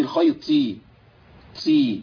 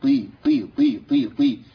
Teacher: امنع النفس خالص في الطاء، لان الطاء لا نفس فيها · Shown in: second take · والا تبقى تحولت على طول لمخرج ايه اللي فيه همس التاء.